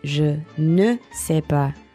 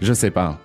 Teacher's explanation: But people, when they speak in French, they don't really say the ne very much, do they? · Shown in: second take · No. No, we just skip it.